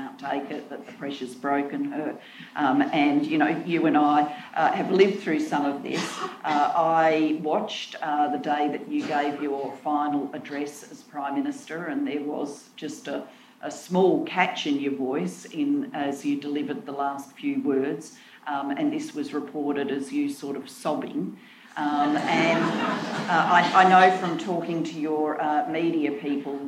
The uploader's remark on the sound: A recording from a live Global Institute for Women’s Leadership event held in London in the week of International Women’s Day, in partnership with Ipsos UK.